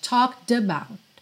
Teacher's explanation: Aqui também o D do talked juntou no about